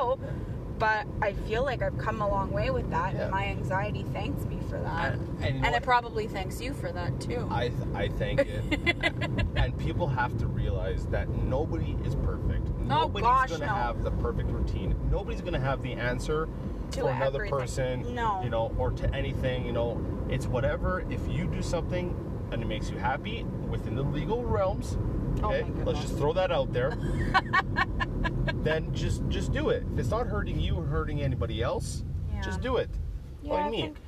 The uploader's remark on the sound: Picked up the wife and sprung this on her lol. I wanted to try out a recording while driving in the car from her work.